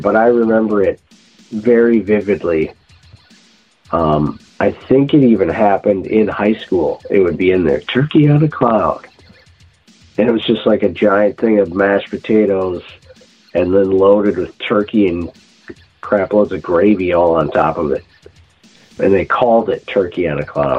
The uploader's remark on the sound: He did the entire interview yelling through a megaphone! He had double pneumonia and joined us over the phone from his deathbed!